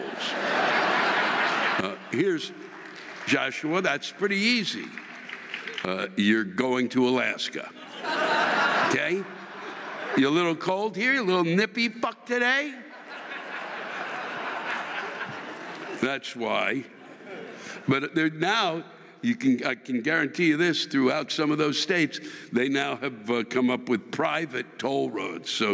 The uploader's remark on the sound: The live rants this week come from the State Theater in New Brunswick, New Jersey and the Bergen Performing Arts Center in Englewood, New Jersey.